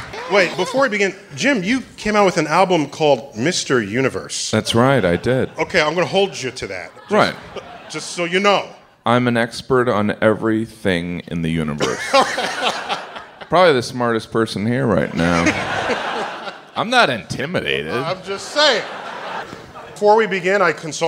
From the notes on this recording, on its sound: StarTalk Live descends on The Bell House